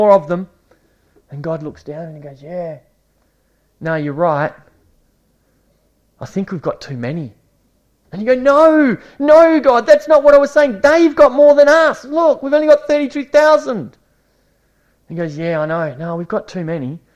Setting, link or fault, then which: setting, large echoing room